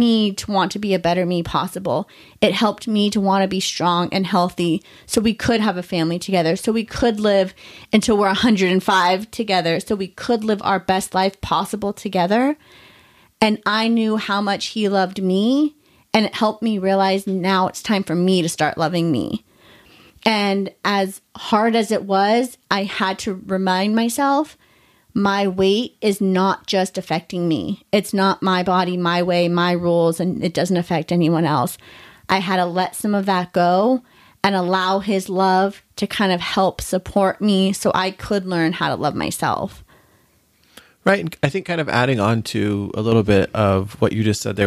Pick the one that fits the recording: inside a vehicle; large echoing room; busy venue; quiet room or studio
quiet room or studio